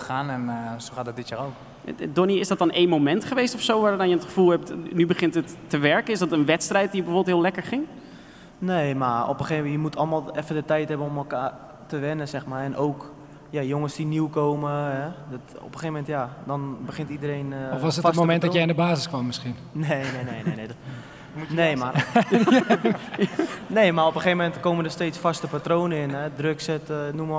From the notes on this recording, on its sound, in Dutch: Een Ajax Podcast met publiek! Op het Kick-off event voor de Ajax business relations stond onze studio in een hele ongebruikelijke setting, op een podium met meer dan 600 Ajacieden in het publiek.